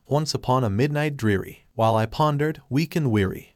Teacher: the repetition of the long E sound in dreary, weak, and weary creates an assonant effect